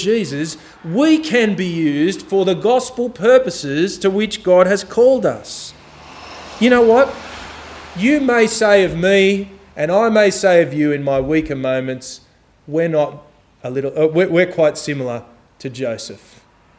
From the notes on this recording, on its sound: This sermon was preached on May 14 2023 at all services of Helensburgh and Stanwell Park Anglican Church